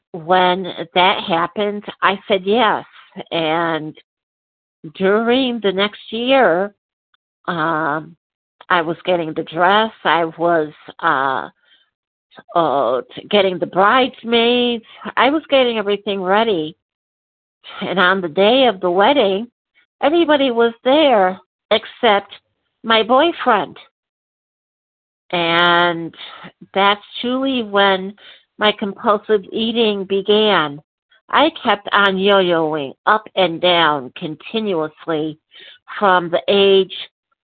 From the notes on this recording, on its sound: from the 100 Pounders Phone Meeting, 3/18/23